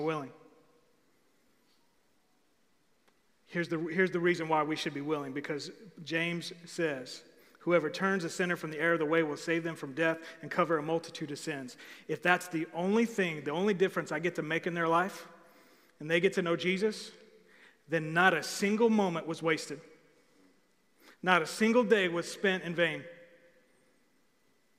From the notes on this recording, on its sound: Recorded live on October 25, 2020 at The Fellowship at Two Rivers.